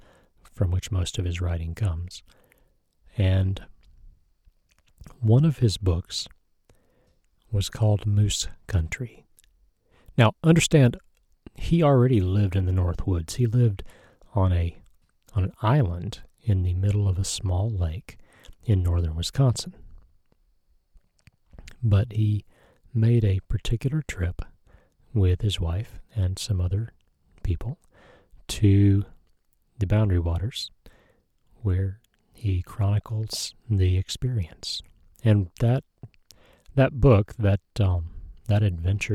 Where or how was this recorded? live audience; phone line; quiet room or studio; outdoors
outdoors